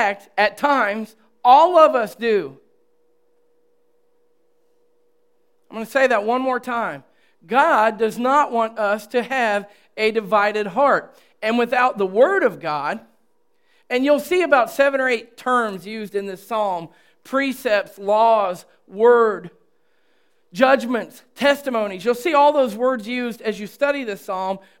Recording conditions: large echoing room